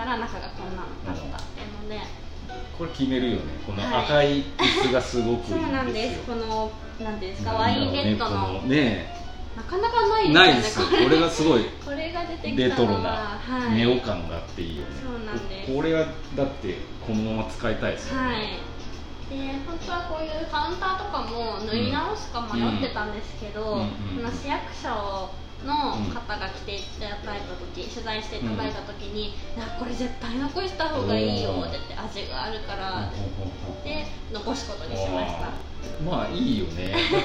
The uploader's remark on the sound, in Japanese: ネオ喫茶ププさんでの収録しました。